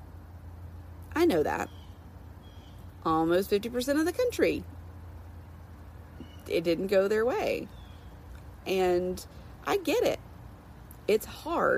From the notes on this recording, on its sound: I went live on IG this morning for a Coffee Talk session.